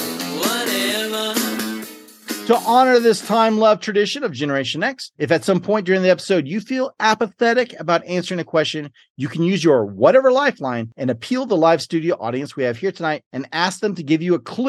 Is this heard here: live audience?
no